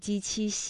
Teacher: 我们在读鸡栖西的时候呢，感觉到是舌的中间在使劲。